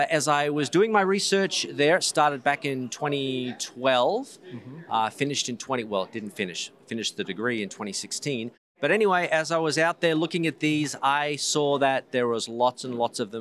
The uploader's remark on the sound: Live at the ICC. Together in person at the International Conference on Creationism at Cedarville University!